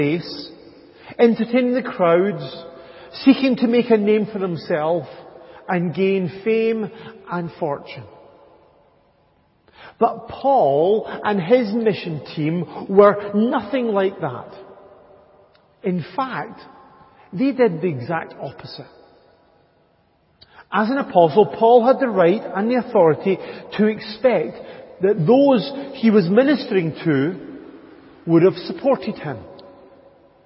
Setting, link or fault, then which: setting, large echoing room